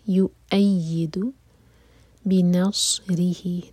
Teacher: نس نہیں، نص صاد ہیوی